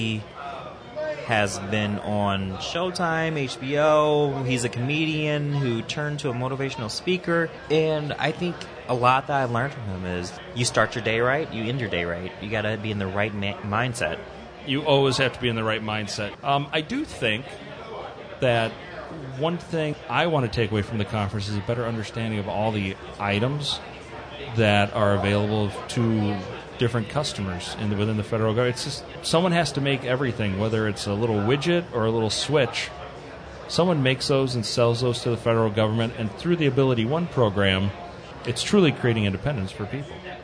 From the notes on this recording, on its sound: Live from DC. At the National Industries for the Blind Expo in Washington DC.